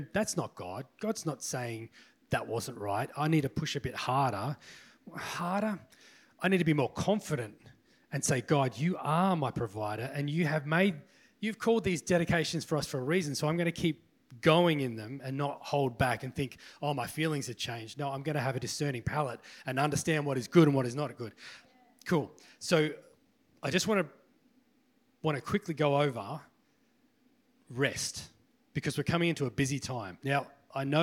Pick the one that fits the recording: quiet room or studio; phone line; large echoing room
large echoing room